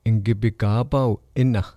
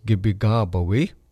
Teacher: that last I at the end of the word is going to drop off when you're talking about I'm doing something · Shown in: first take